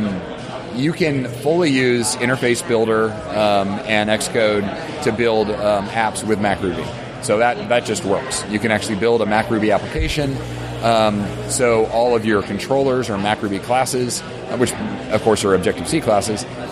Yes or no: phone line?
no